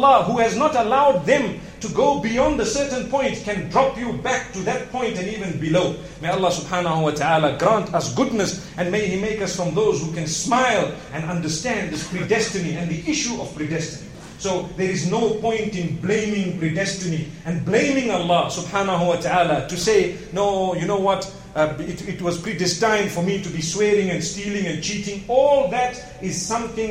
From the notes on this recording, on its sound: Todays Jumu&#8217;ah Lecture from Masjid Al Falaah in Harare, Zimbabwe